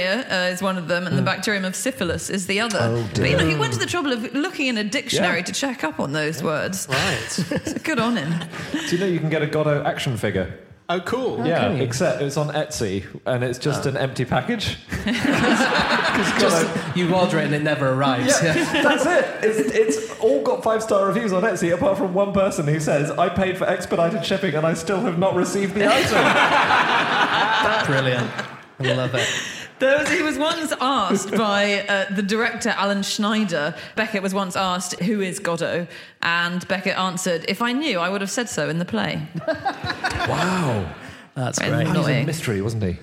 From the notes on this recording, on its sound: Live from Chesterfield